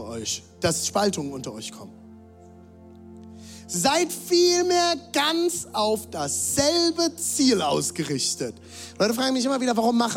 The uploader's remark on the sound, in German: Zeal Church Leipzig. Audiomitschnitt der Predigt.